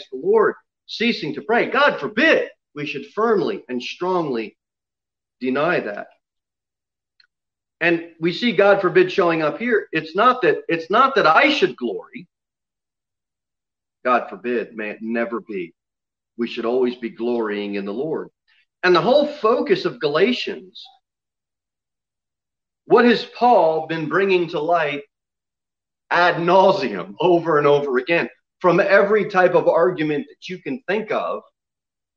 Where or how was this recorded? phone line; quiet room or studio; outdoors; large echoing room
large echoing room